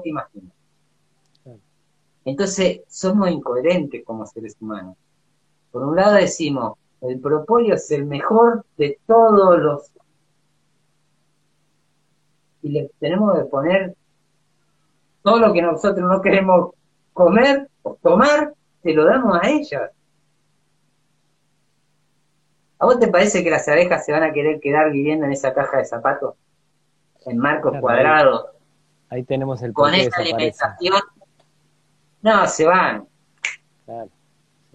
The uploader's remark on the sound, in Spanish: Audio de la charla en vivo por Instagram